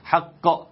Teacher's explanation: القاف القلقلة بتاعتها مصاحبة ليها حق على طول، حق ومن غير أي مسافة أو أي وقت ولا حاجة.